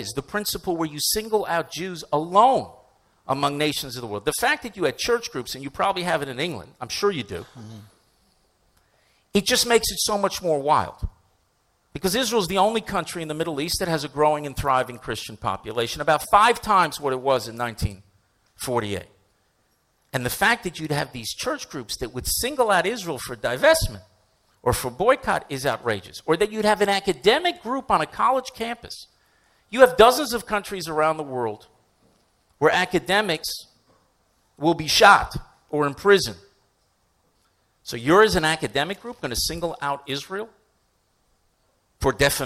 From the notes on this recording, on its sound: Addressed a live audience for StandWithUs UK, which I hosted in Central London.